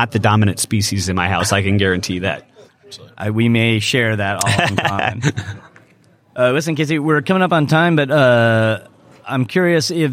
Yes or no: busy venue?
yes